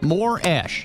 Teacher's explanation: the stress, though, is on the first syllable, more. It is not on the last syllable, ash.